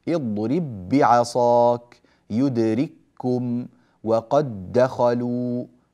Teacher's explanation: ندغمها، وبالتالي لا قلقلة، خلاص لا توجد قلقلة · Term: إدغام المتماثلين الصغير